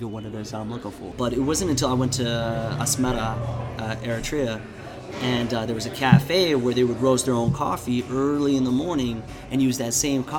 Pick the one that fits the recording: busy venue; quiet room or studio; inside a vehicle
busy venue